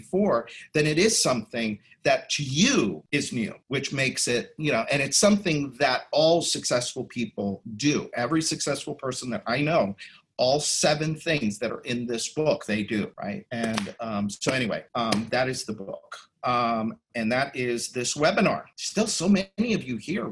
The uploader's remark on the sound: you’ll hear the audio from a special online event